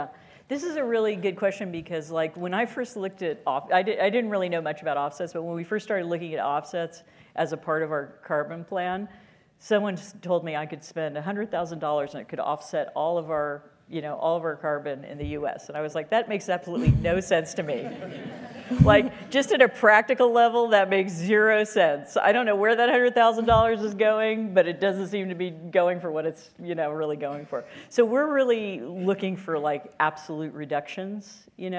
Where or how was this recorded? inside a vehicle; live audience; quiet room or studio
live audience